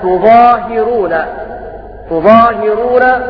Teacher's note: بضم التاء وكسر الهاء